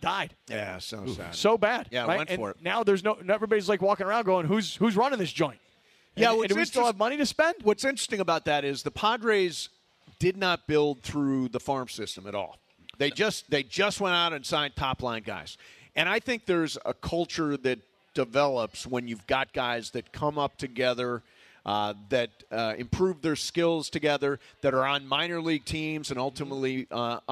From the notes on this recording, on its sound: LIVE From The 909 Sports Bar at Yaamava!